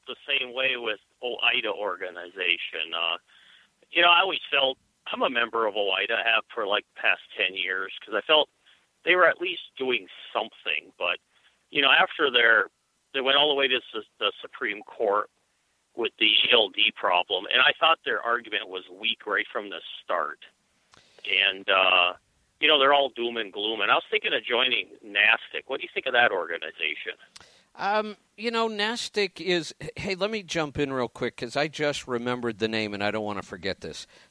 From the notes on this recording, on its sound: Call in Question and Answer Show